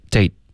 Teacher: 结尾的特省略一定要有一个干脆的停顿，不然你发的就是 day